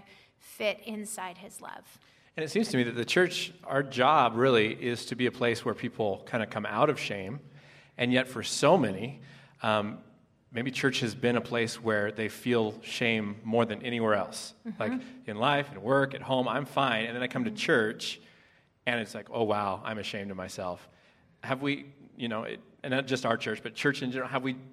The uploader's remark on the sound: Live at Westside Church. 4 part live series.